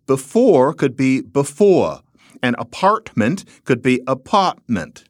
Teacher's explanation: often she didn't pronounce the R at the end of a syllable.